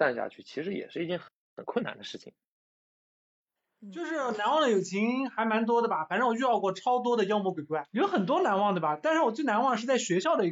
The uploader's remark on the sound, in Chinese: 近期疫情原因，共处一室继续线上录制，距离虽远，声音很近。